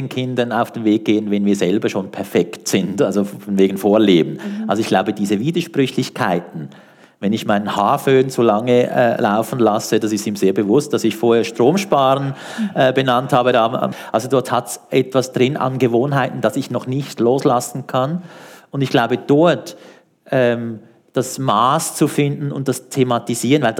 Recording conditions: live audience